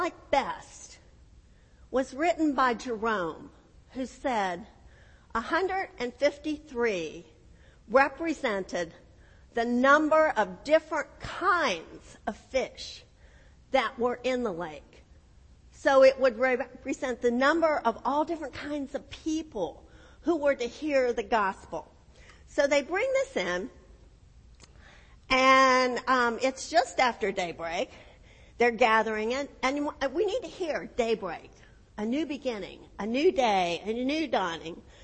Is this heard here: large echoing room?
yes